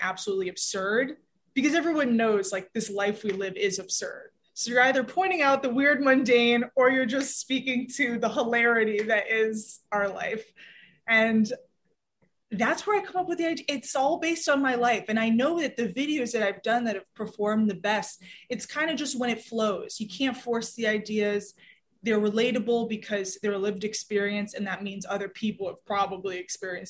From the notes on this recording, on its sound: full zoom interview